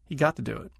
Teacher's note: use a single duh sound everywhere, except at the very beginning of a sentence